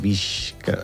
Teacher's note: És com una S que la K l'arrossega un poc cap arrere.